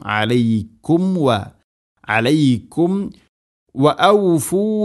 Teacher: സാകിന മീമിന് ശേഷം വ, ഇവിടെ മീമിനെ പൂർണ്ണമാക്കി അഥവാ രണ്ട് ചുണ്ടുകൾ തമ്മിൽ തട്ടിച്ച് കൃത്യമായിട്ട് മീമിനെ പൂർണ്ണമാക്കണം.